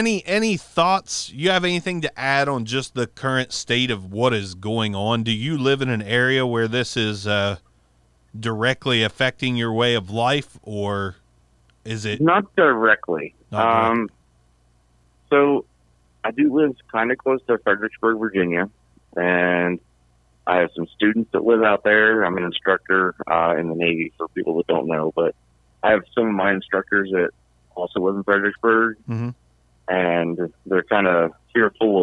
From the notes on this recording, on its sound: LIVE CALL IN SHOW. Went live, took some calls.